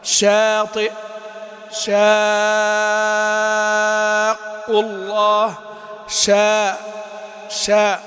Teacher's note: الشين مرققة والهمزة مرققة والهاء أيضا مرققة